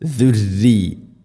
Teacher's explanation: റായിനെ തർക്കീഖ് ചെയ്യണം, നേർപ്പിക്കണം. ദുർരി ഇവിടെ അധികം ആളുകളും ദുർറിയത്തിന എന്ന് പറയാൻ അല്ലെങ്കിൽ ഓതാൻ സാധ്യതയുണ്ട്, ശ്രദ്ധിക്കണം.